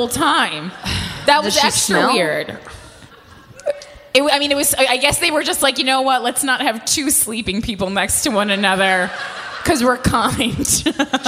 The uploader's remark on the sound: Live from Moontower Comedy Festival. Recorded live in Austin at the Moontower Comedy Festival.